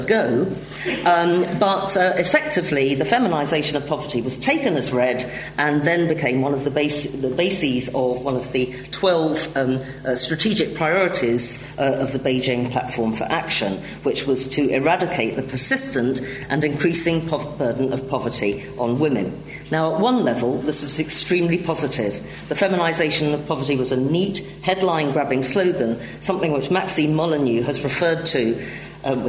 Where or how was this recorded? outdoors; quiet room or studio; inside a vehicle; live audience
live audience